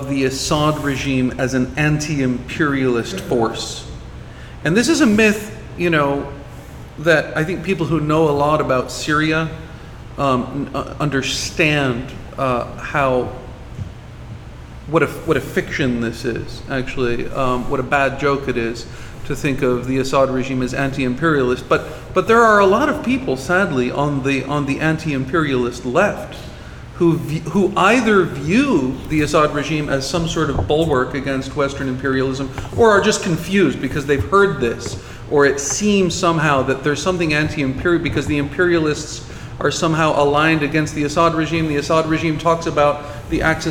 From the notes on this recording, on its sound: Recorded July 10, 2018 at After-Words Books in Chicago.